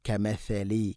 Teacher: കമസലി നാവിൻ്റെ അറ്റം മുൻപല്ലുകളുടെ ഇരു നിരകൾക്കിടയിലൂടെ അല്പം പുറത്തോട്ട് വരണം.